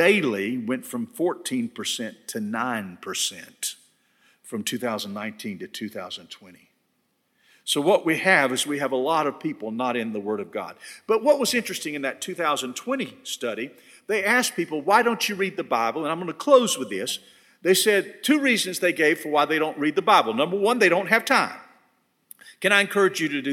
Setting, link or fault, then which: setting, large echoing room